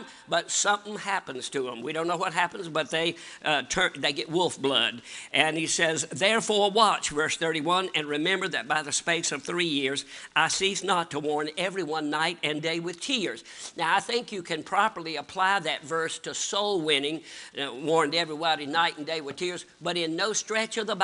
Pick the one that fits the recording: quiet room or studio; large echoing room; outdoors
large echoing room